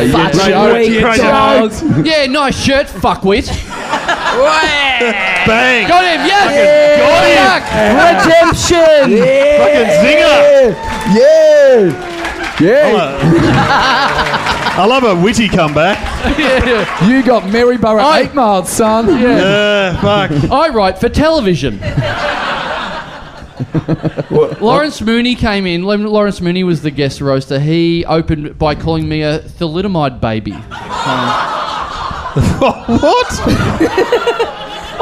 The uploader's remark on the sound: Recorded LIVE at The Joint on April 5th, 2015.